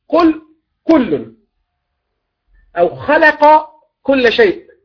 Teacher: الكاف من صفاتها الهمس، والقاف ليس فيها همس. فإذا لم تراعي الهمس ولم تراعي الجهر في القاف، لابد اختلط القاف بالكاف.